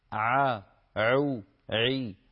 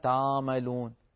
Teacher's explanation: العين عليك أيضا أن تعمقيها قليلا بإرجاع لسان المزمار إلى الوراء · Shown in: first take · Term: العين الفصيحة